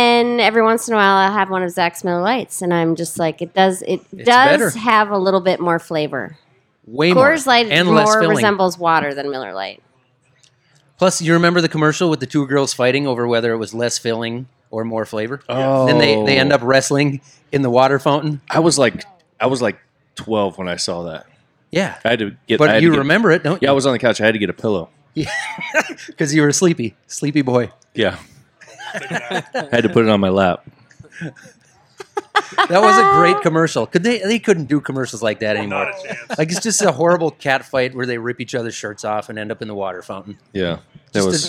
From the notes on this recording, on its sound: Live from the RTB Ball Room. Are in town for a farm show so we took the opportunity to throw a party at Round the Bend Steakhouse and record a live episode!